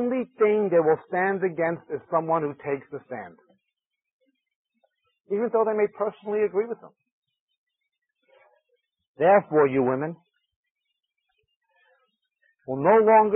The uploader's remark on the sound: This five-part series was recorded at a conference sometime between 1996 and 2002.